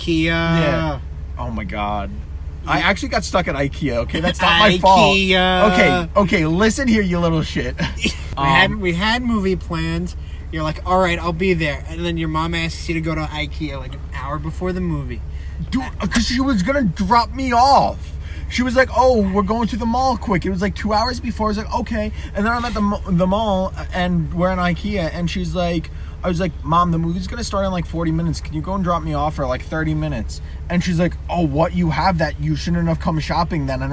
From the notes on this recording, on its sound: Ever heard of someone recording a podcast while driving? While driving in the middle of the night.